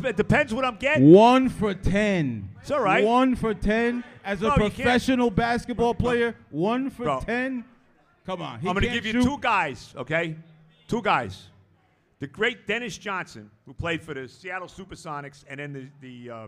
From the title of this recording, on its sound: Live from Hackensack Brewing